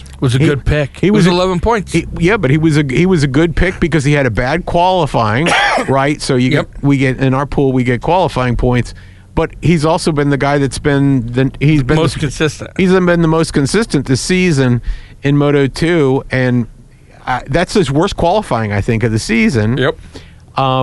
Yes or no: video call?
no